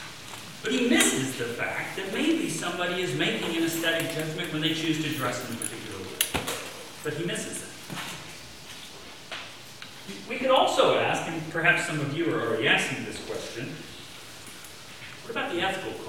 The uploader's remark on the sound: best quality audio available